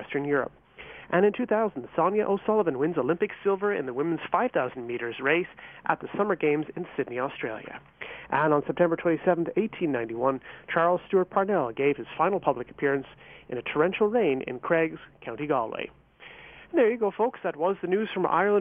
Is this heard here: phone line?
yes